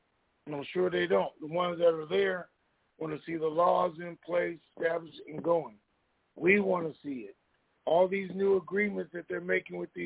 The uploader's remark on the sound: TNTSuperfantastic Conference Call